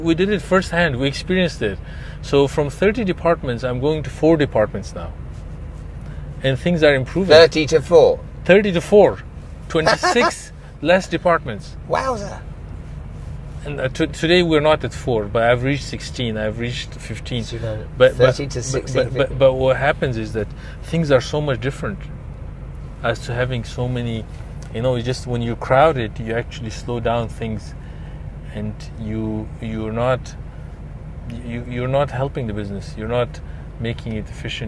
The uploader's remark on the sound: We spent the day in the car on site at one of his many real estate projects in Dubai.